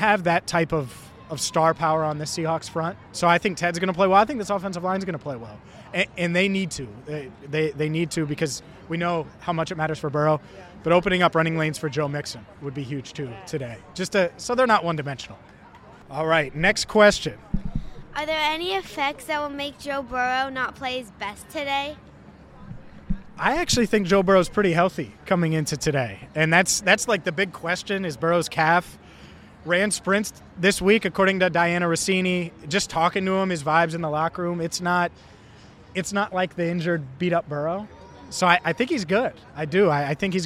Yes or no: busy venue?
yes